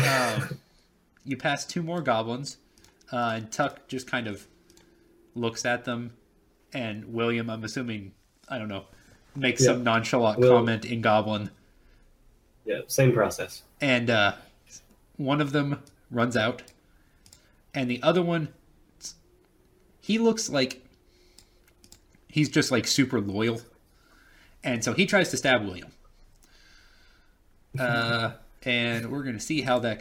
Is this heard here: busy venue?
no